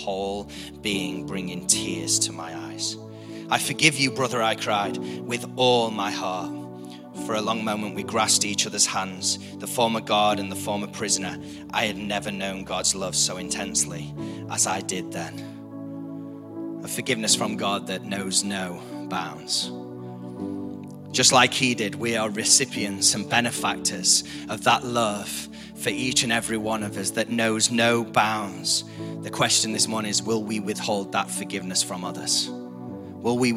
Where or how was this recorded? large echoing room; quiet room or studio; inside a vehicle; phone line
large echoing room